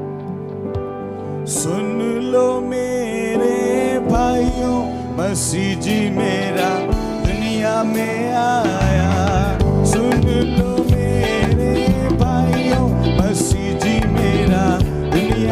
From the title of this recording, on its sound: Worship Service, Etah (AUDIO)